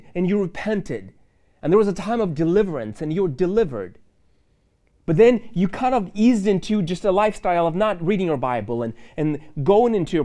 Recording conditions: large echoing room